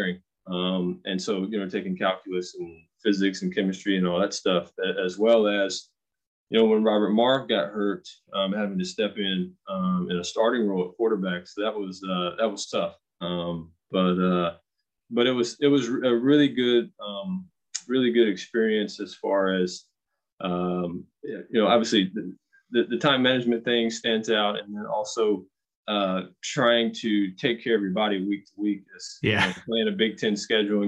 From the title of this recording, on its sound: Birthday Zoom